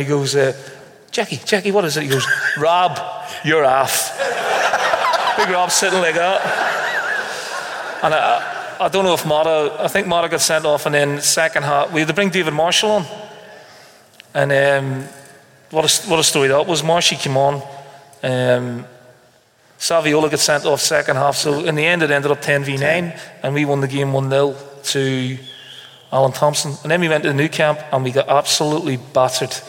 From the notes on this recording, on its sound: filmed in front of a live audience